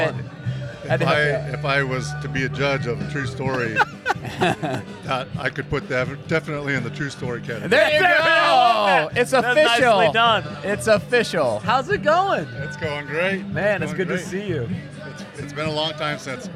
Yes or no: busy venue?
yes